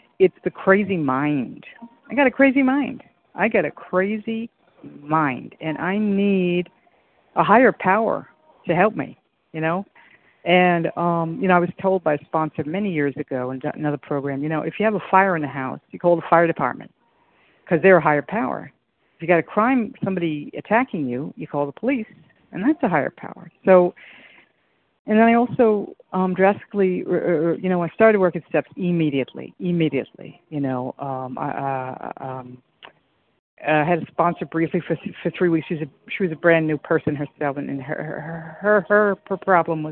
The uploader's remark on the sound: From the 100 Pounders Phone Meeting, 7/7/23.